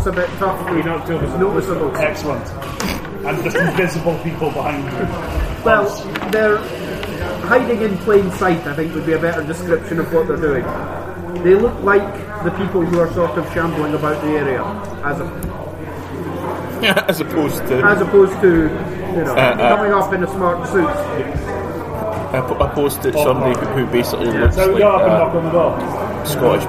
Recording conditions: background noise